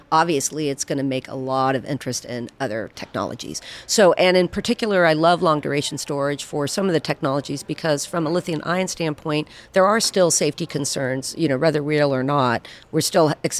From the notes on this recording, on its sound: Live At The Solar & Energy Storage Summit. Was live in San Diego, bringing you highlights from each day of the conference.